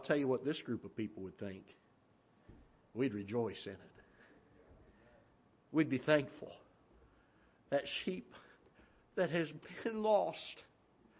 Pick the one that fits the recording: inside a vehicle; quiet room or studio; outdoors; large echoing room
large echoing room